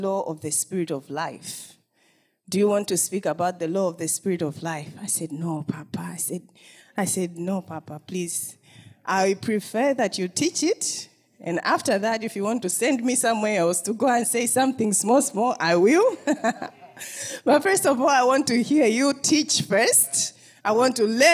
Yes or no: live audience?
yes